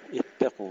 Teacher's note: تحقيق تشديد التاء ثم تفخيم القاف